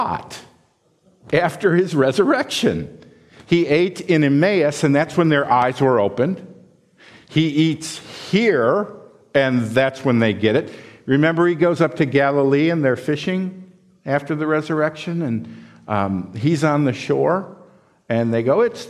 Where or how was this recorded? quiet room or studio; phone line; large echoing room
large echoing room